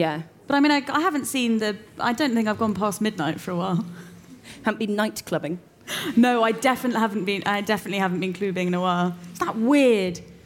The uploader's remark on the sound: It’s another live episode! We’re at The Curiosity Rooms, in collaboration with Google and Selfridges.